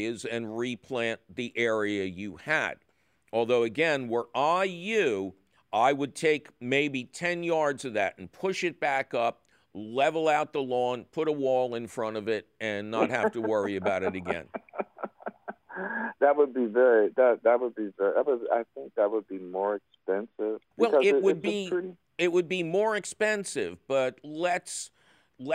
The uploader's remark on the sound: Its a fabulous phone call questions show!